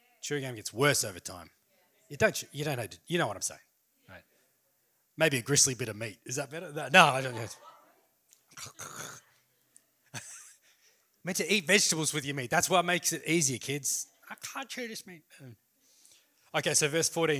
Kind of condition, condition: setting, large echoing room